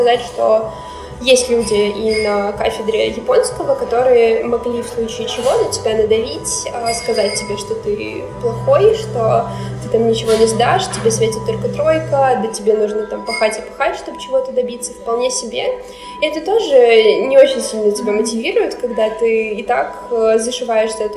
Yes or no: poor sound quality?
yes